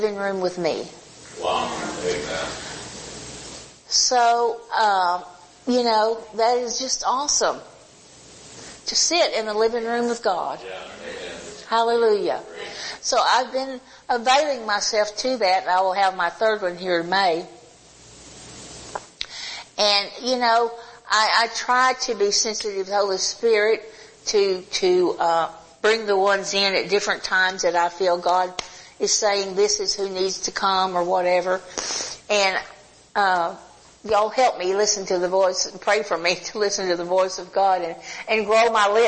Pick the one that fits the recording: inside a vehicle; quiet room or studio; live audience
live audience